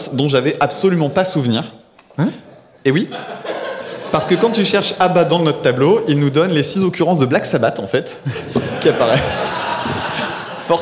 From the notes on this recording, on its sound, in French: Un enregistrement capté en live le 08 avril dans le cadre du festival Podrennes, rassemblement de podcasts indépendants. Merci encore à celles et ceux qui sont venus nous écouter.